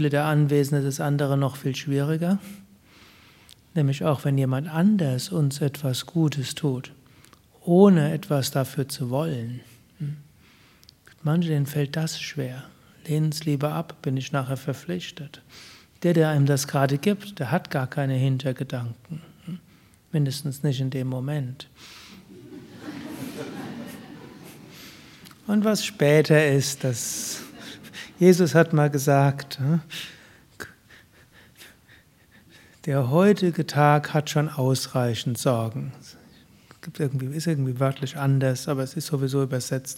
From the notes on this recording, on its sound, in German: Dies ist eine Audio Aufnahme im Rahmen eines Satsangs bei Yoga Vidya Bad Meinberg, gehalten nach Meditation und Kirtan.